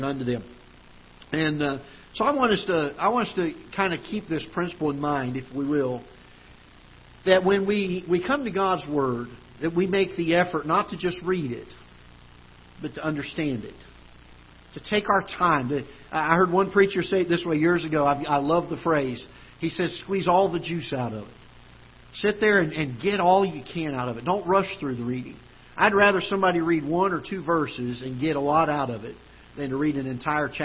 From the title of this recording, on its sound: Ketha Heights Baptist Church ~ Live Broadcast